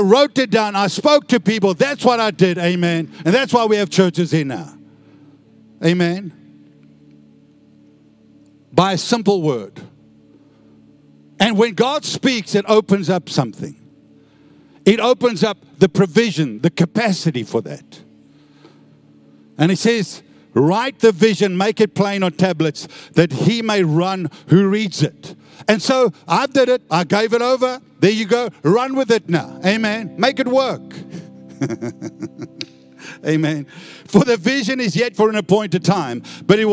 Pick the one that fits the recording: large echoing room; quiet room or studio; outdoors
large echoing room